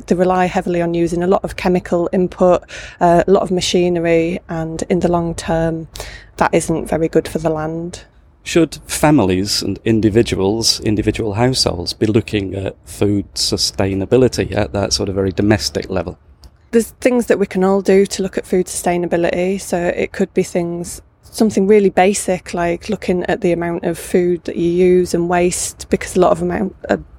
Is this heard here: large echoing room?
no